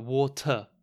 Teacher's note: in British English, it's really common to pronounce the ER at the end of a word as a schwa. So this is just a lazy sound.